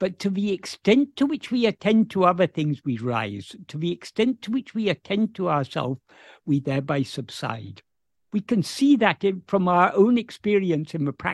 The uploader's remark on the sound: In a Zoom meeting